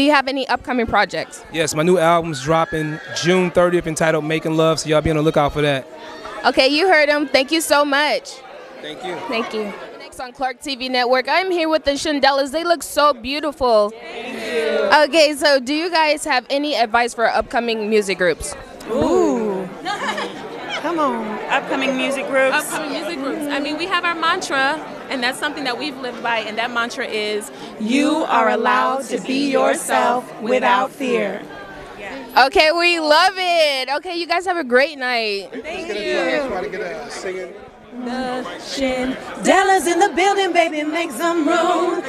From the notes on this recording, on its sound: Black Music Honors 2023 - Live Interviews.